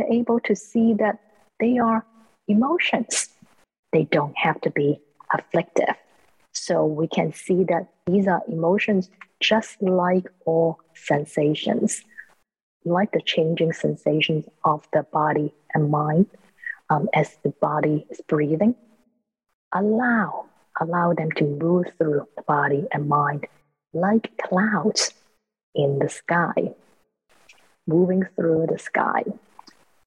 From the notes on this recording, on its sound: The Rubin Museum presents a weekly online meditation session led by a prominent meditation teacher from the New York area. This podcast is a recording of the live online session and includes an opening talk and 20-minute sitting session.